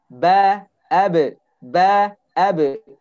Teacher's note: Bunyi pantulannya harus sama kuat dengan huruf yang berharokat.